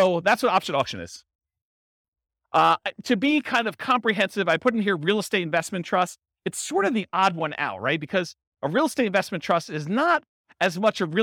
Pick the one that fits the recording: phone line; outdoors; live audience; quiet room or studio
live audience